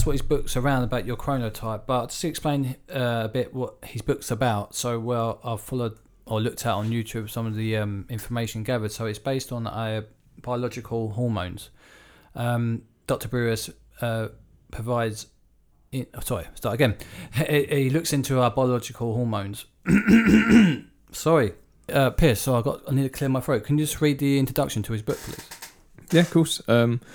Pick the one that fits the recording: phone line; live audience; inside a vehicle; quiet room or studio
quiet room or studio